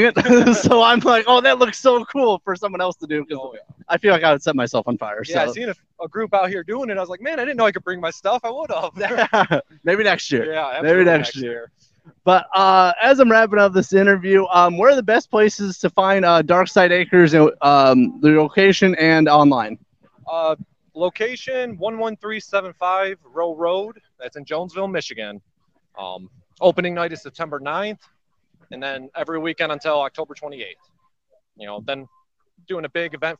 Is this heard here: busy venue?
yes